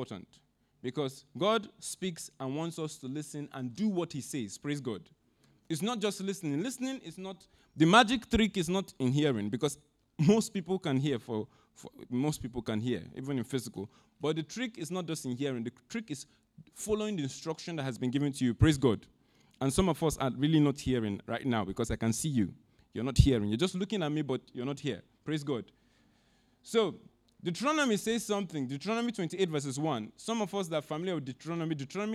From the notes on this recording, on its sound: Audio recording of our Sunday Sermon